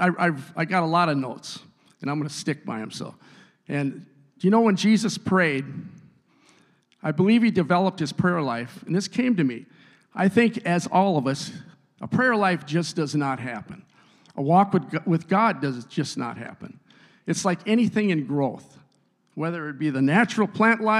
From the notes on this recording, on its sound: a service recording from Connect Point UPC!